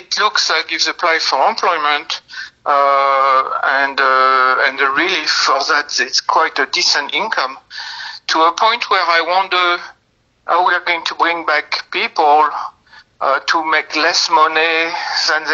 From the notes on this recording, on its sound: This first part was conducted via phone